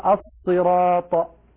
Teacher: الصاد المشمة حرف مركب من الصاد والزاي، وهذا الحرف حرف فرعي، أقول الزراط كما ينطق العوام بالضاء.